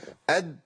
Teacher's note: الدال بتيجي منين؟ من طرف اللسان مع أصول الثنايا العليا. أد، وحاول تمشي الصوت كده أد.